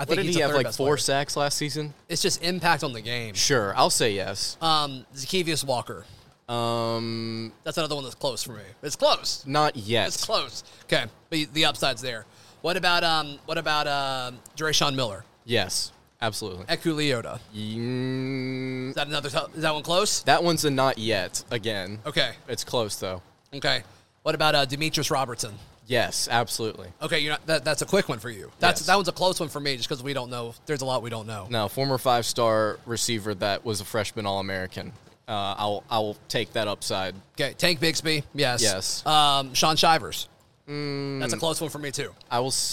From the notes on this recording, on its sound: live from Baumhower's